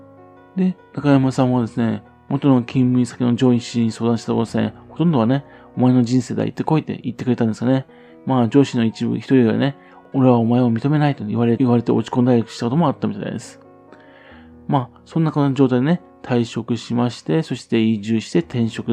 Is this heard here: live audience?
no